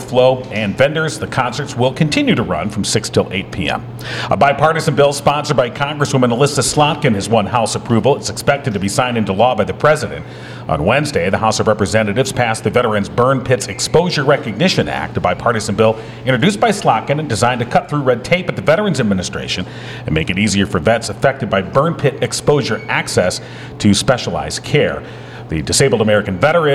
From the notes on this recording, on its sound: We continue the Summer Splash Party on location at Uptown Coffeehouse in Downtown Howell with espresso shots for everyone!